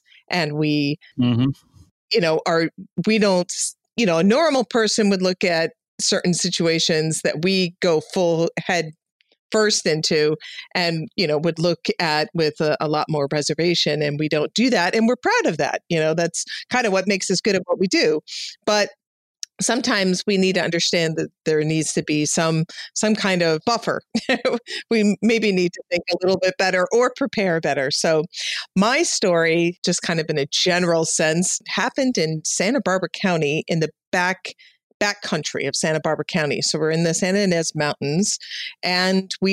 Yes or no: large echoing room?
no